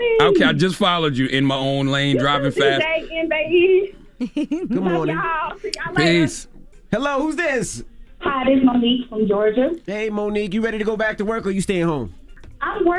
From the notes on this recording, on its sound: they opened up the phone lines